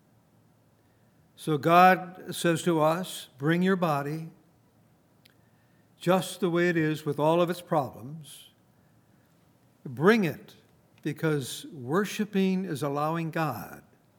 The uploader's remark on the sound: Recorded on September 15, 2019, at Grace Bible Fellowship in Front Royal, VA.